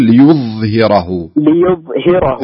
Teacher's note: امسكها لا تخلي الضاء تنفلت منك فتصبح قلقلة